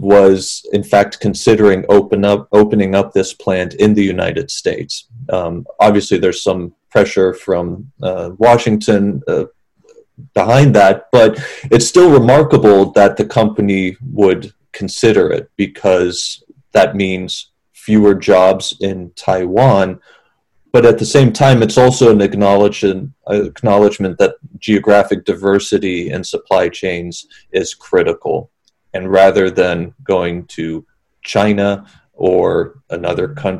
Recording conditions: video call